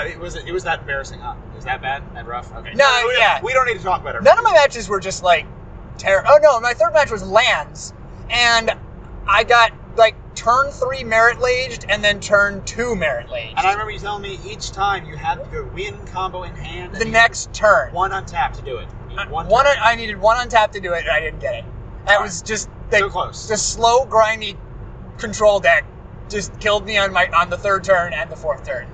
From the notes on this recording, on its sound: Grand Prix Louisville Road Trip Part I. (Seriously, we recorded this episode on the highway, and we apologize for the road noise.)